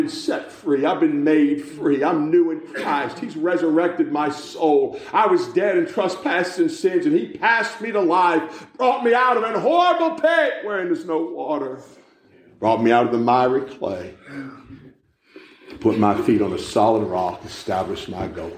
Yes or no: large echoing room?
yes